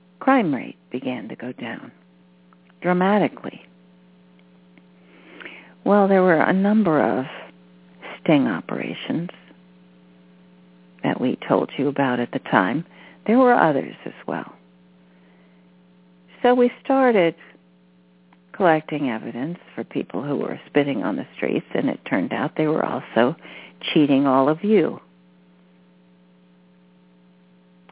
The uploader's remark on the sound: She will do a channeling session live so that callers can hear from our Teachers and Guides, and call in and speak with the Ascended Masters. This radio show. Personal responses to callers during the special call-in segment.